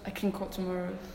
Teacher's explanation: The main difference I feel is that my tongue is not in the place of articulation for the alveolar nasal. · Term: assimilation